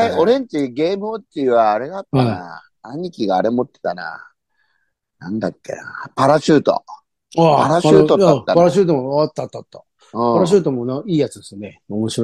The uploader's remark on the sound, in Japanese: ZOOMで収録